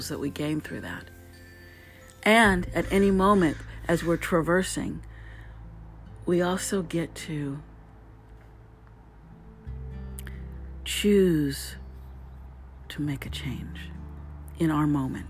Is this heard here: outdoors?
yes